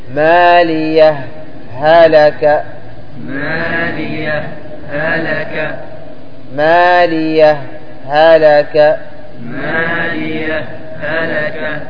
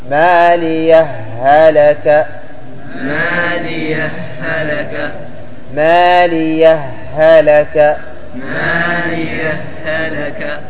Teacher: فتقول: مالية هلك على السكت، مالية هلك، وعلى الإدغام تقول مالية هاء، مالية هلك. وكيفية الإظهار أن يوقف على مالية وقفة لطيفة من غير قطع نفس · Shown in: first take